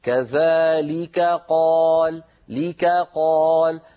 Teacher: التقى في النطق كاف وقاف والكاف والقاف مخرجهما قريب من بعضه فعلينا أن نبين الكاف مرققة والقاف مفخمة